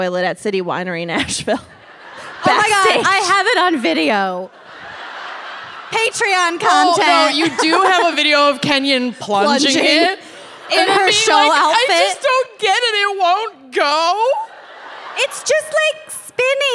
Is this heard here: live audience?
yes